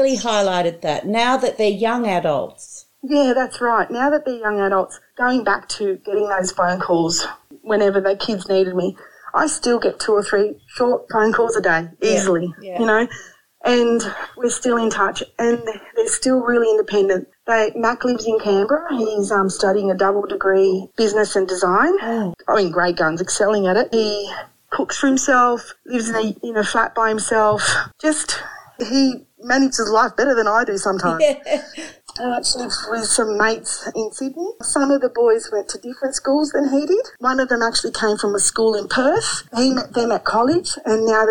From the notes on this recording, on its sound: we did have a few problems with sound